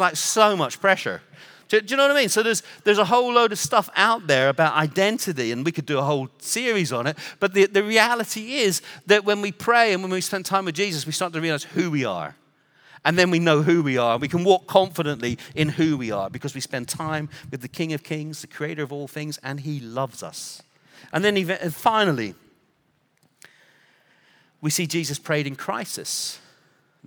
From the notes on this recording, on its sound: Recorded Live at Brookwood Church on 01.014.2024